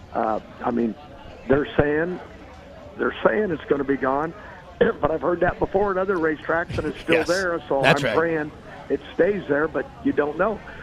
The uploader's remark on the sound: LIVE FROM STURGIS